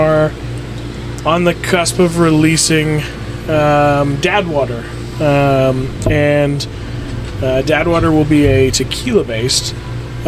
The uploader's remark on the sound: Reporting Live from the RV